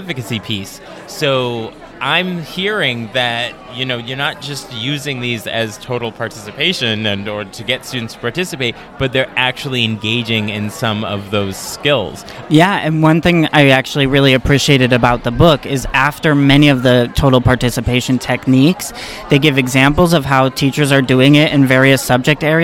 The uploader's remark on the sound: We recorded this episode live in the Exhibits Hall at the MaFLA conference in October. We had lots of spectators stop by to see how it all works and what it looks like to record an episode. I kept the background sound of the exhibit hall excitement in so that you can feel the energy that we did.